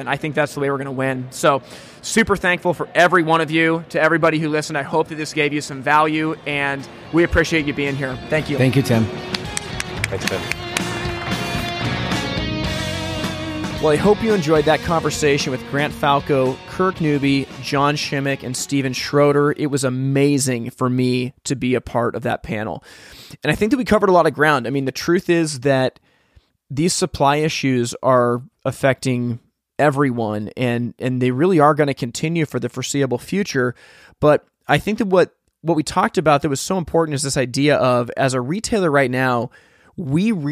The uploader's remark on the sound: Live from HPBExpo 2022